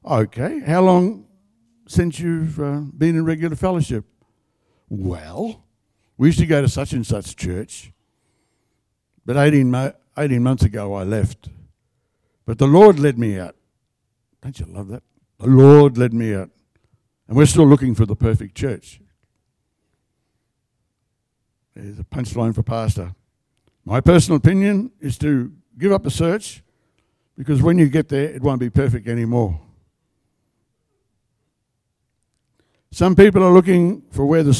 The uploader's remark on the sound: The live stream of Destiny Church Atherton.